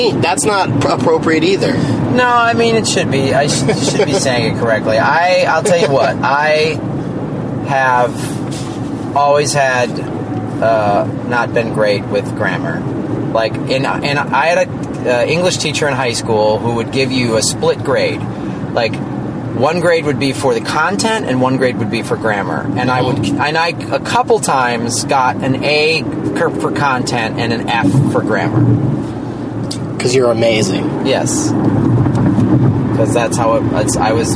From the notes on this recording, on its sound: Rental Car. During a drive from O'Hare Airport to Appleton, WI.